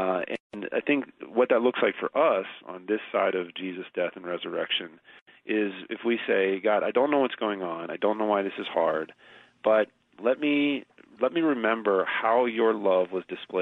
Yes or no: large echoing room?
no